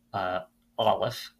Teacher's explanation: it has a glottal stop at the beginning of the word, therefore its value is the glottal stop.